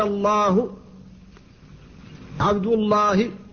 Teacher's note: فاللام هنا تفخم بعد الفتح والضم، والألف التي بعدها تفخم تبعا لها